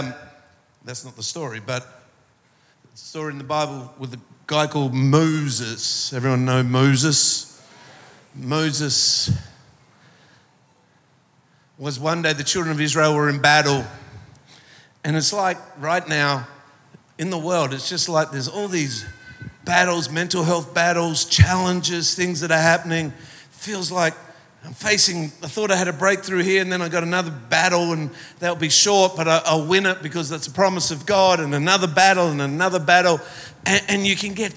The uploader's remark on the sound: Recorded live at Planetshakers Church (Melbourne).